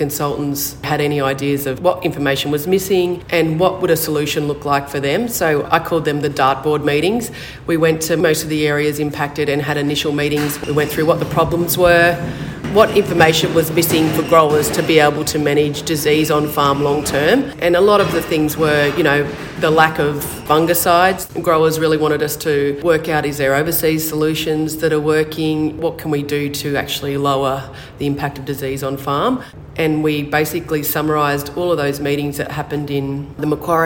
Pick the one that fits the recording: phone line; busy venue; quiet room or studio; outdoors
busy venue